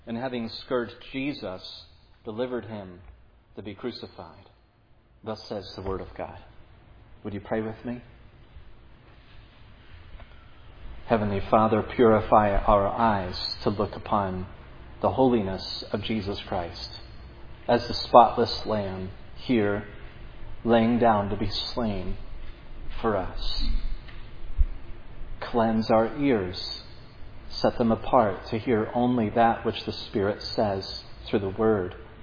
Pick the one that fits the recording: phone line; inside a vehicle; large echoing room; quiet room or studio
large echoing room